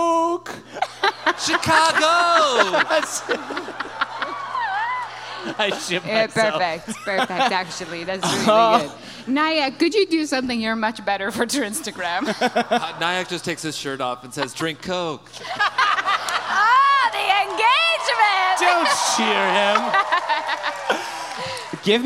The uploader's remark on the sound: Trinyvale LIVE in Chicago (The Dog and Pony Show). In the first ever live Trinyvale.